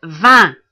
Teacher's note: La voyelle nasale un, qui n'existe qu'en français.